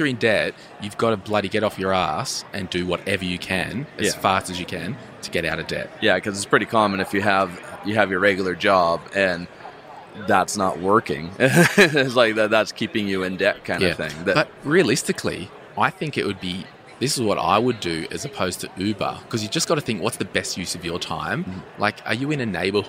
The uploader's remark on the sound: live from Podcast Movement 2019